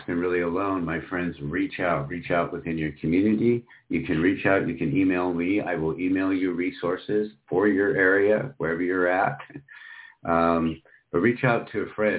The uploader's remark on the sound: Special Call In, Share, and Talk. You are welcome to call in say HI, share your inspirations, dreams, and challenges for the new year.